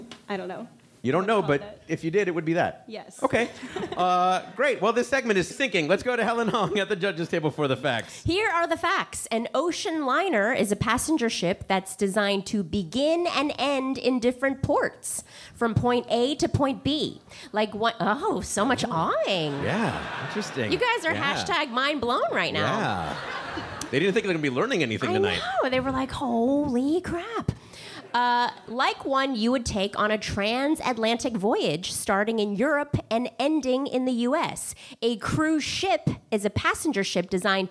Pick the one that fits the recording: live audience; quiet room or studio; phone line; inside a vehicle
live audience